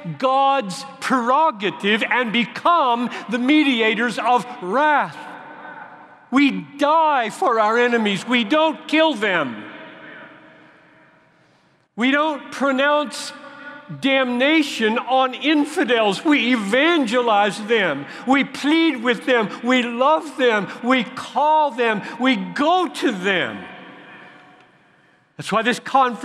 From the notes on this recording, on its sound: at the CROSS Conference in Louisville, where thousands gathered